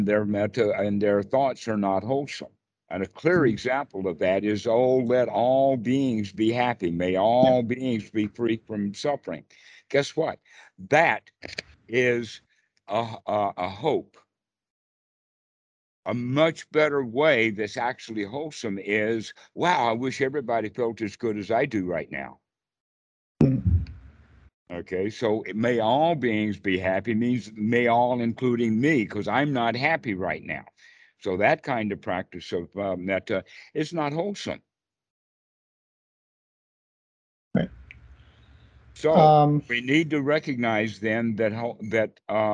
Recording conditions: video call